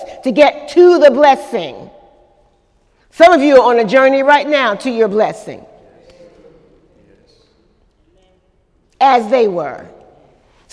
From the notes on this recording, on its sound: During Wednesday night service on March 28, 2018